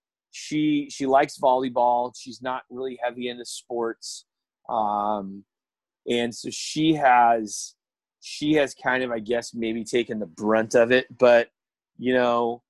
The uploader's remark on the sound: In this episode I sit, via Zoom